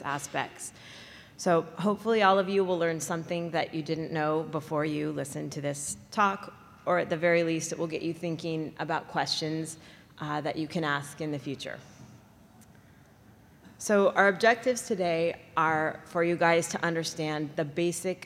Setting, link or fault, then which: setting, large echoing room